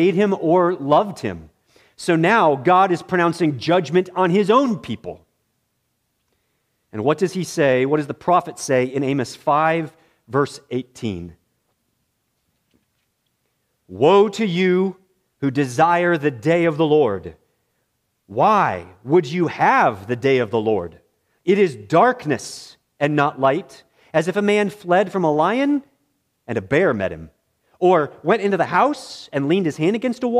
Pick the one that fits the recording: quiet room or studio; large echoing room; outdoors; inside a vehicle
large echoing room